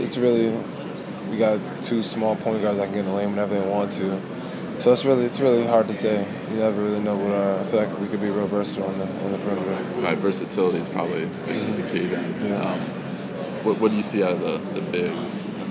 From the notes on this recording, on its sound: at Sprint Center, In Kansas City, Missouri, during Big 12 Media Day